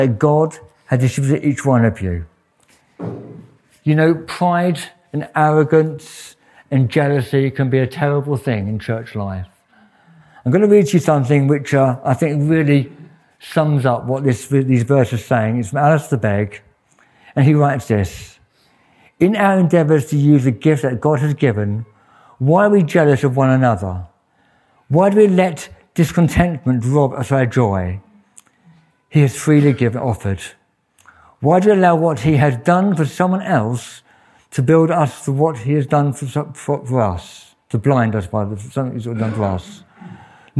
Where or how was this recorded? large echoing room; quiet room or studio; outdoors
large echoing room